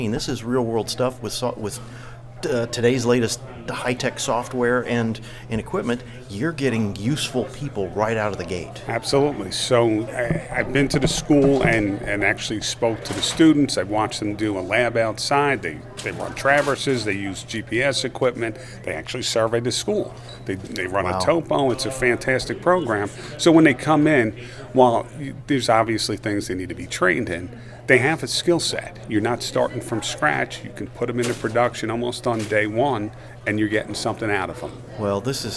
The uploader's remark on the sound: The members of the Bucks Chapter of the Pennsylvania Society of Land Surveyors (PSLS) recently hosted the Senior Scholarship Dinner for the students within the Bucks County Technical High School surveying program. Recorded conversations with the students, company sponsors.